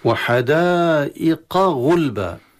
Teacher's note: القاف من أقصى اللسان والغين من أين؟ من أدنى الحلق، الأدنى من نهاية مخرج الحلق إلى بداية مخرج اللسان، يعني التقاء بينهما، ولهذا قد ينقلب القاف على الغين والغين على القاف عند كثير من اللهجات المحلية.